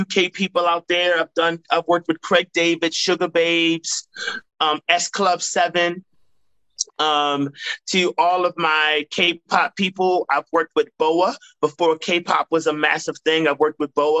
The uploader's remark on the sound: joined me on a Zoom